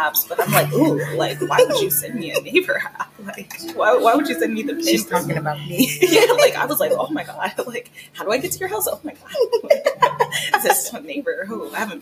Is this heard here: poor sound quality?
yes